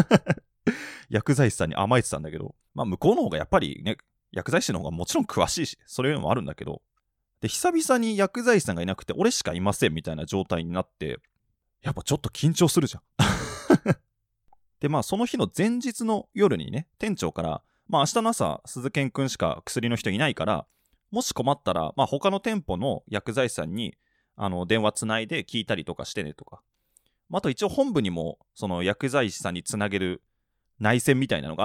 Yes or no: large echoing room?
no